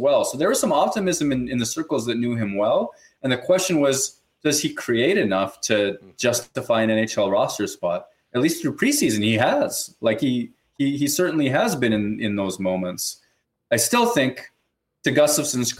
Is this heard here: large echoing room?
no